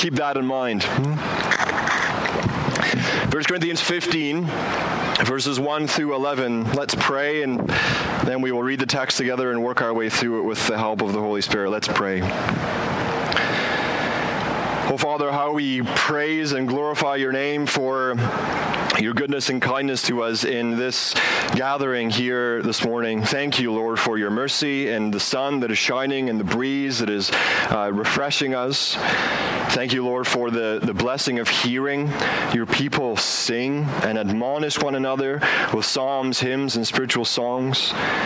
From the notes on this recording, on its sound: As HBC gathers outdoors for this service. Outdoors so please excuse the audio quality.